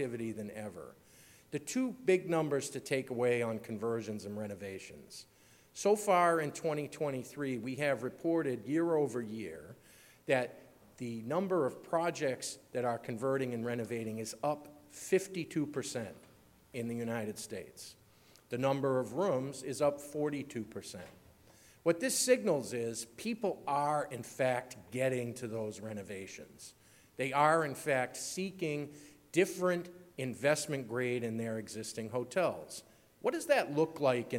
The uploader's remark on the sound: Keynote from the 6th Annual California Lodging Investment Conference [CLIC] 6. Opening Keynote from CLIC.